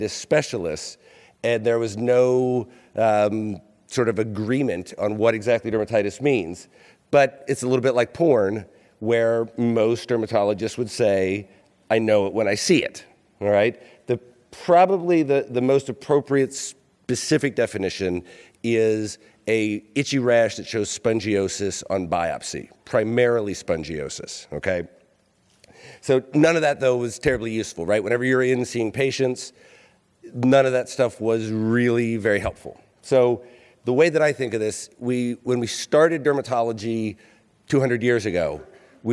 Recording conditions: live audience